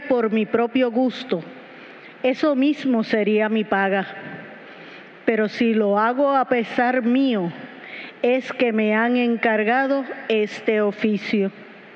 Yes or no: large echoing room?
yes